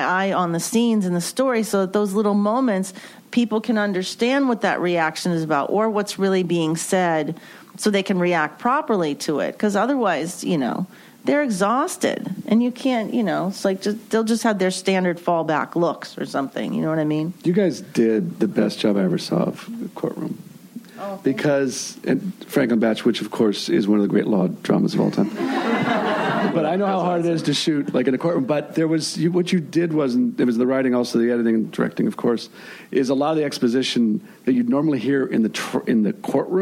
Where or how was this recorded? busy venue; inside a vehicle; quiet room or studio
busy venue